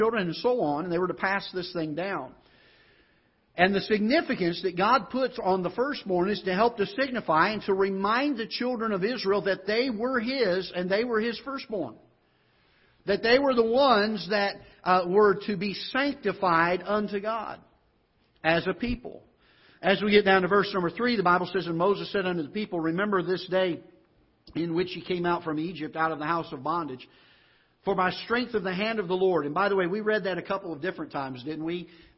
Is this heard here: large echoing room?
yes